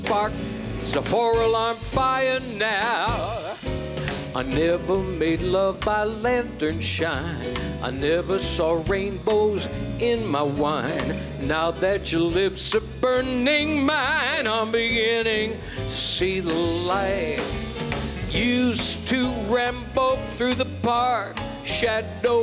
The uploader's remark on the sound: Live at the South Point Casino